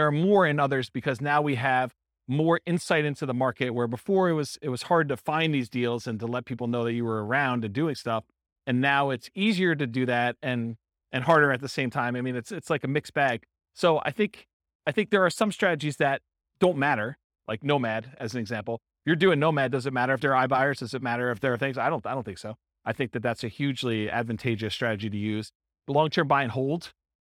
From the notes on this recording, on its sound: Real estate entrepreneurs in Warren, Michigan. This was a live class recorded. Live in-person version.